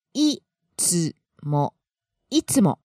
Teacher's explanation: Starting out high on the E and then down low. · Term: high to low